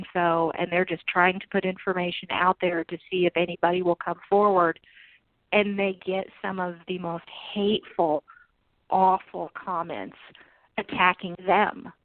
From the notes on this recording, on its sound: We will be taking live callers during this episode.